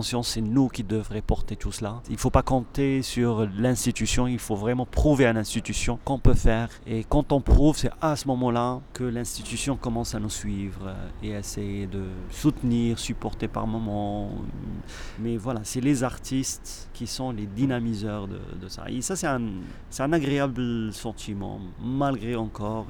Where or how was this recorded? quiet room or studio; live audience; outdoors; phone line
outdoors